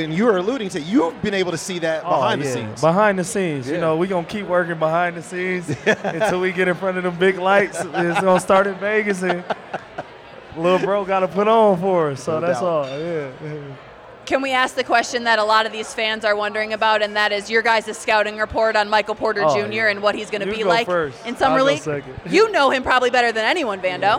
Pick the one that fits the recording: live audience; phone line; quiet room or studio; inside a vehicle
live audience